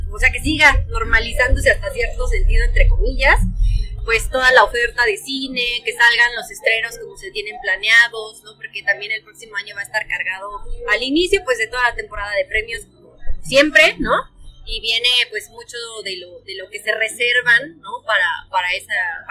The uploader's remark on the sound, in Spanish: Con anticipadas disculpas por la calidad de audio